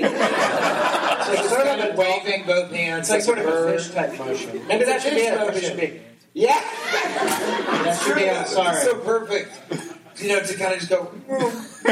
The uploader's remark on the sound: Live from the Sheraton!?